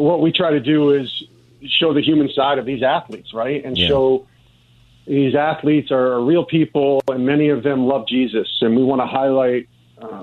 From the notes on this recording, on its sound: takes prayers from callers who call in.